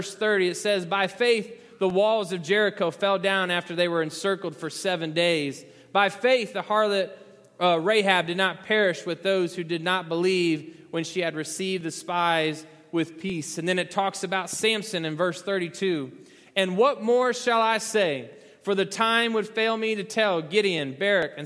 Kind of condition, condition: setting, large echoing room